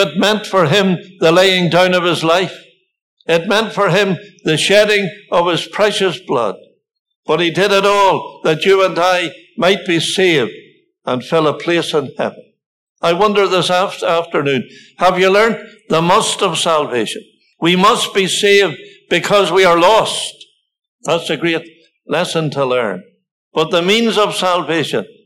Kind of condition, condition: setting, large echoing room